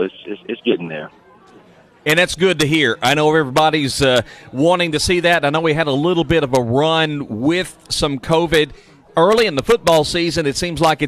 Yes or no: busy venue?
yes